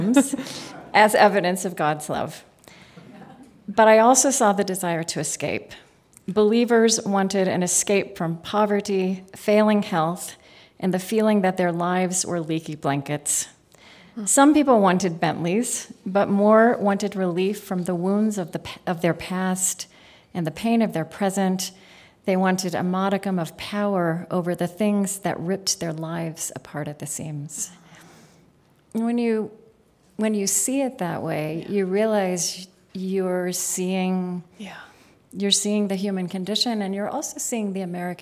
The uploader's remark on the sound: This special On Being episode was taped live with an audience at the Aspen Ideas Festival.